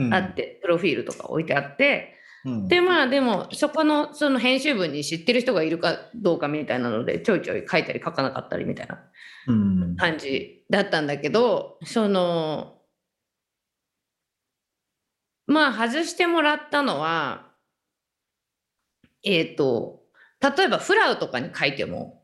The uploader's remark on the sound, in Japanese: 本収録はビデオ会議サービス「Zoom」を使用し。一部聞き取りづらい箇所があります。